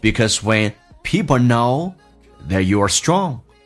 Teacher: 强调 you 这个个体，所以一般来说 that 跟 you 它不会连音